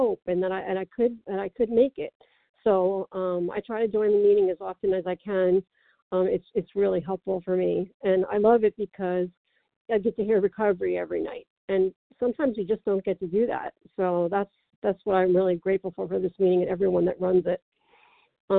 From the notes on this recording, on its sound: from the 100 Pounders Phone Meeting